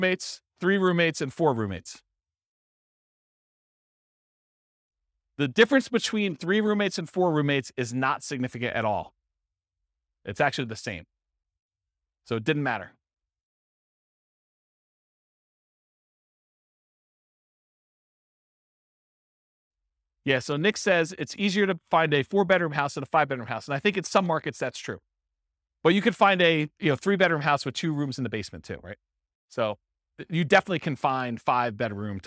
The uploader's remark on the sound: This was a live class recorded